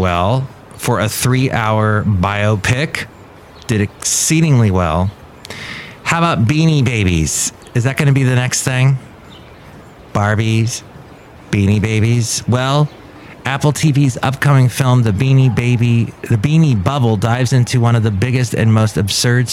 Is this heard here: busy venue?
yes